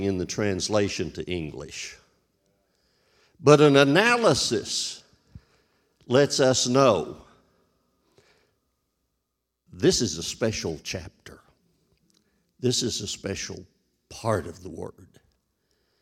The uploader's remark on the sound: This JAT was recorded live on January 2nd, 2022, at Newark United Pentecostal Church.